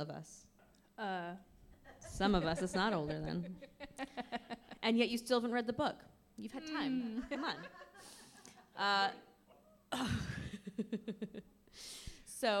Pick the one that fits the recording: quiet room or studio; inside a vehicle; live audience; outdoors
live audience